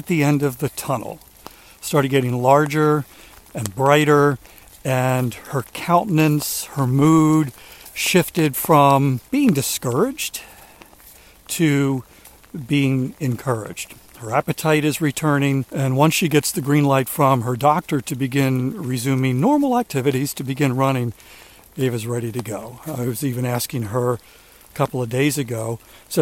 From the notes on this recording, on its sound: During today's rainy walk